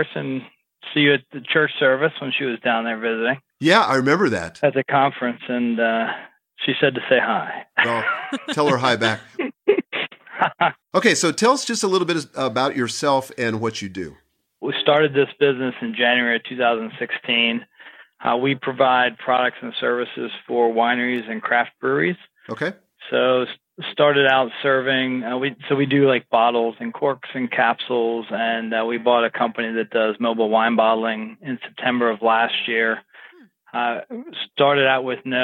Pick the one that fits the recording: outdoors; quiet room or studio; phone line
phone line